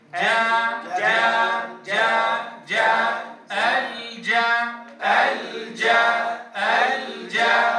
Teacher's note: احذر من ضم الشفتين عند الجيم المفتوحة